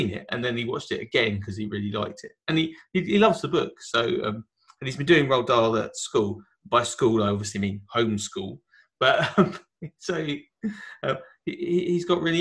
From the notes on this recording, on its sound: Lockdown Special. The special bit is that we've worked out how to record over the internet so expect more episodes very soon.